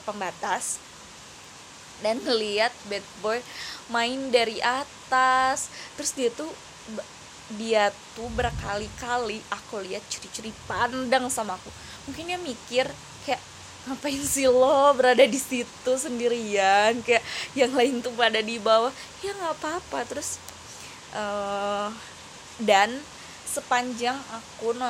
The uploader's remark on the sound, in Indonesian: Maaf kresek kresek itu suara hujan.